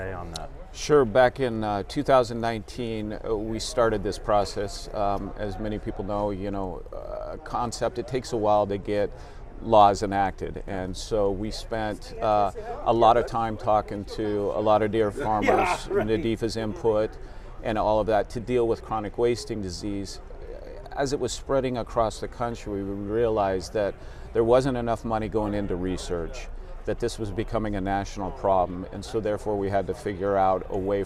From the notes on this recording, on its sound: Live at The 40th Annual NADEFA Conference.